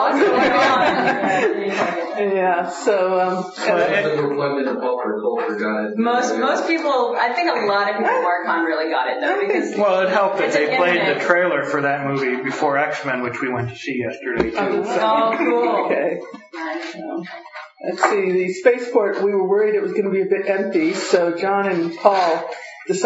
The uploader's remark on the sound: Audio from our club meeting -- a recap of what happened at Marcon.